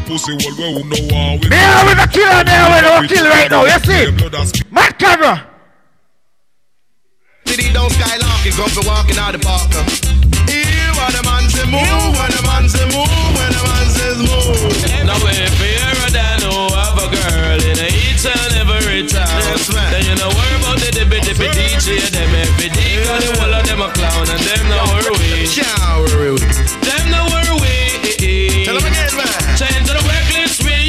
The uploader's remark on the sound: TOPAZ EVENT CENTRE, TORONTO 3/8/2020